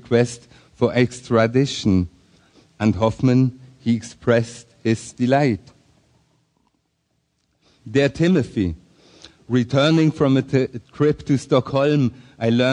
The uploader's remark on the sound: Taken from the 2013 Psychedelic Science conference